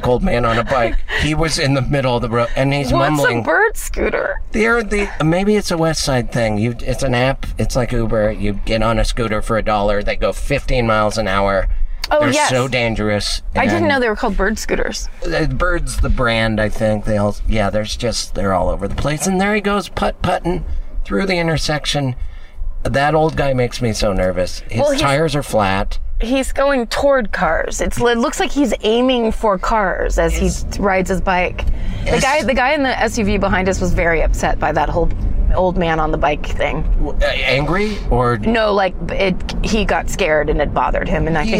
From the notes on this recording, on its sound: all while driving!